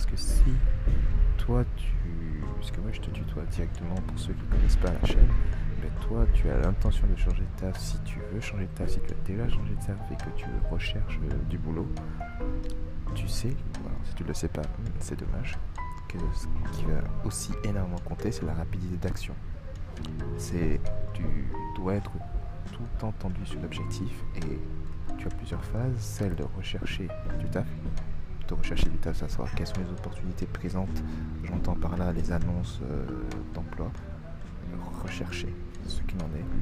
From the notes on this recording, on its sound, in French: Un épisode enregistré dans le RER.